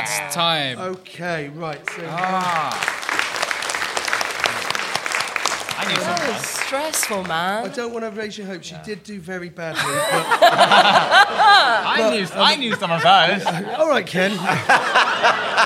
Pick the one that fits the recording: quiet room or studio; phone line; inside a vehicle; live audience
live audience